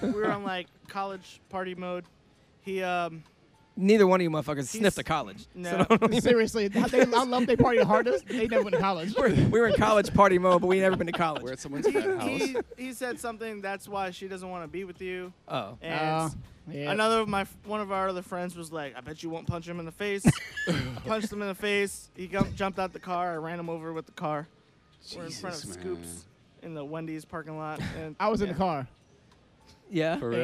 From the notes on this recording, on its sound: We took the show on the road and recorded at The Orlando Improv. Since we recorded at The Improv, tons of Orlando's best comedians dropped.